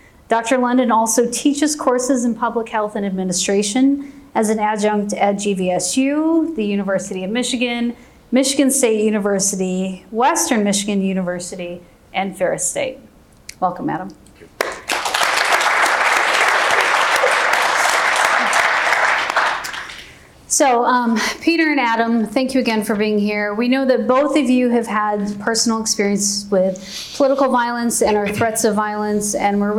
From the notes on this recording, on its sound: Moderated Conversation. Live audience Q&A.